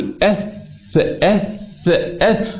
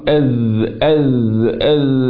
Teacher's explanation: لاحظ خروج اللسان في الثاء أكثر من الذال، عندما أقول أذ أذ أذ لا، وخروج اللسان في الذال أكثر من خروجه في الظاء.